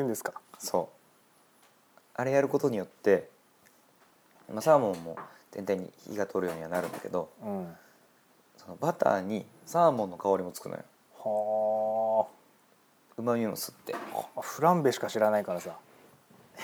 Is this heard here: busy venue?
no